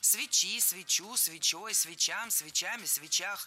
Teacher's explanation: Особенность склонения этого слова заключается в том, что ударение всегда падает на окончание. И в единственном числе, и во множественном.